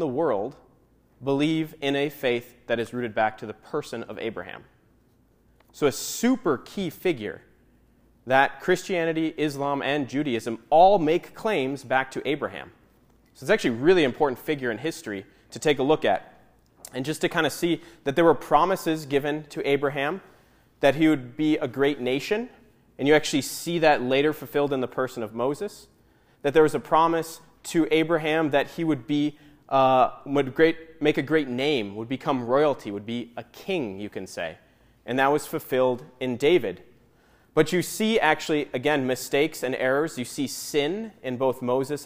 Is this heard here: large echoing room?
yes